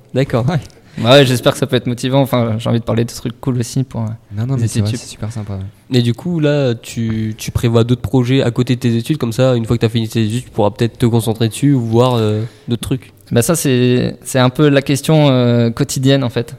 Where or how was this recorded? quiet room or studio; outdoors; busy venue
busy venue